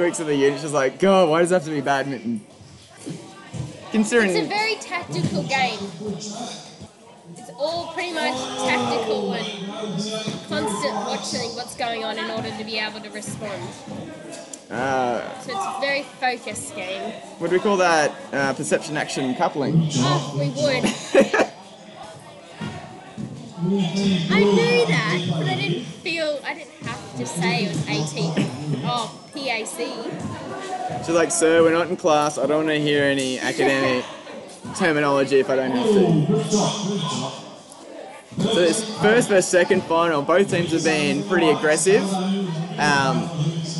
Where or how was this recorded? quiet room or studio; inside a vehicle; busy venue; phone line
busy venue